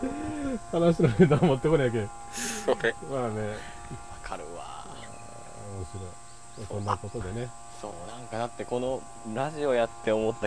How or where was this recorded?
outdoors